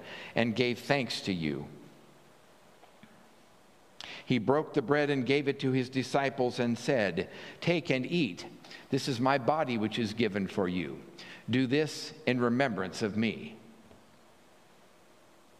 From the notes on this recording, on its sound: at the 9:00 am Traditional Service